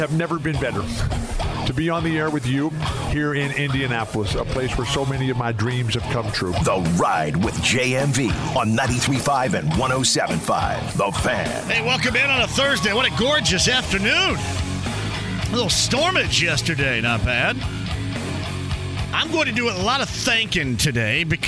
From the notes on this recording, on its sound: listener phone calls